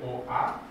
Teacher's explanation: Achtung, dadurch, dass das die Betonung über dem Omikron ist, wissen wir, das ist kein Diphthong, kommt nicht zusammen, nicht wie Au oder Eu, sondern das sind zwei getrennte Vokale